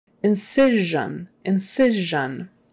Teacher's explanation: The C is pronounced like an S. The S is pronounced like a Z-H, J, J sound.